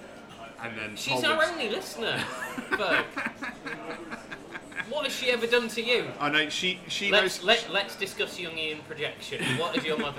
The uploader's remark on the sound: To The People's Republic Of Islington they were welcomed, and with huge thanks to The Sampler, allowed to record in situ. In front of a live studio audience.